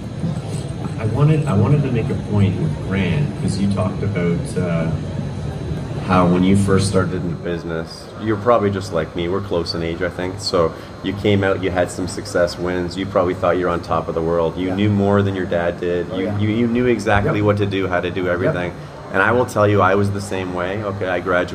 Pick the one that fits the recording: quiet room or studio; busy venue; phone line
busy venue